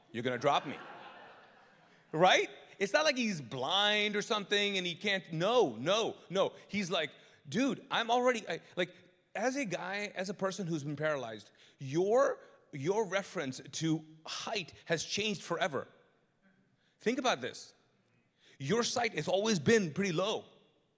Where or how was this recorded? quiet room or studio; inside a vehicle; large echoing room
large echoing room